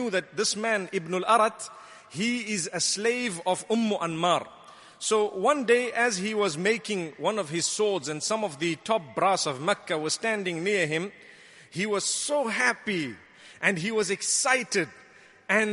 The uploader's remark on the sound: Delivered at Tuanku Mizan Zainal Abidin Musjid